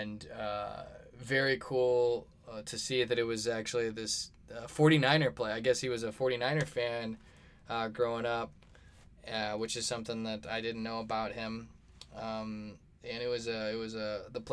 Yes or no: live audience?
no